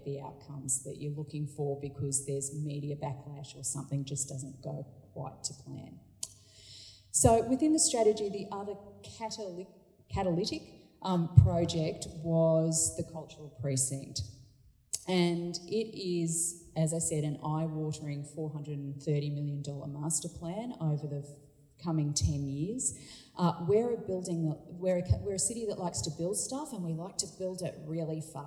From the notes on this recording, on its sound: This podcast has been recorded at Communicating the Arts Sydney 12-14 November 2019